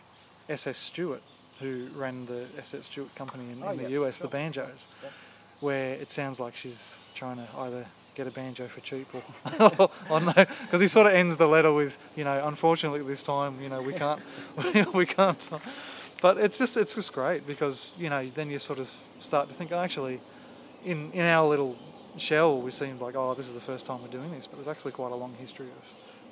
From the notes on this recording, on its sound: Recorded in the backyard. A banjo field recording from late spring, 2016. Banjo, lots of birds, a few cars, a lawnmower, a power saw, a plane overhead, some wind - actually, too much wind.